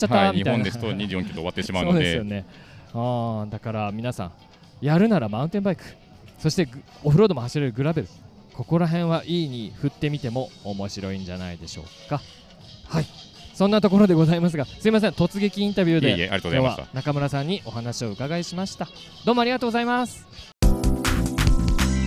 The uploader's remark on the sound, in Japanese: シマノバイカーズフェスティバル2023 ブース突撃訪問後編。収録地： 長野県諏訪郡富士見町 「富士見パノラマリゾート」。収録機材： ZOOM F3 (レコーダー)、AKG D5, C3000B（マイク）。